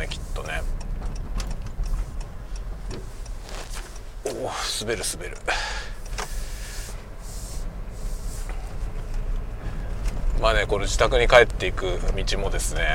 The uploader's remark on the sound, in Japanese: 昼休みにガソリン入れに行く実況。ガソリンスタンドに行きながら車の中でしゃべりました。Stand.fm。